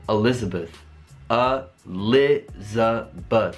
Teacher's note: È una vocale soltanto per avere un suono tra due consonanti, but e spesso lo schwa appare in tutte le vocali che non sono stressate in una parola, ad esempio il nome Elizabeth. Elizabeth è un nome con quattro vocali e solo una non è lo schwa, la vocale stressata